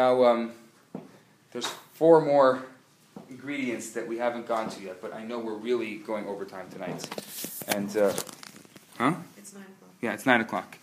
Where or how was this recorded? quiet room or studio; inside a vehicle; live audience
live audience